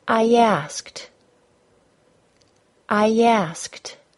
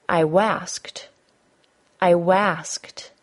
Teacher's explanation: In the phrase, I asked, the first word ends in a long I, and the following word begins with a short A. To fluidly link the words together, we add a Y sound between them. · Shown in: first take